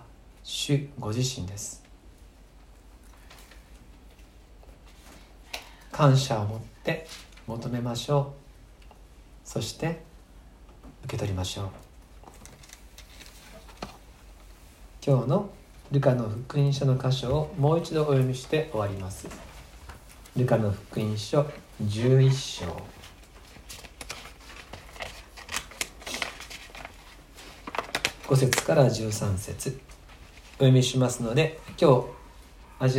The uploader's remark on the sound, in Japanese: 2020/6/7吉備教会礼拝メッセージ録音です。